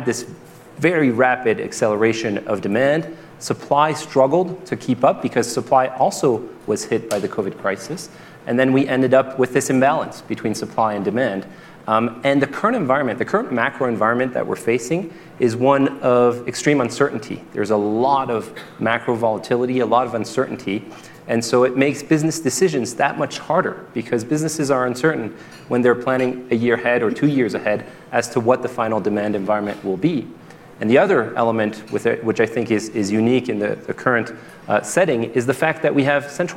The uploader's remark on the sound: Moderated a panel of economic experts at the 2022 Aspen Ideas Festival.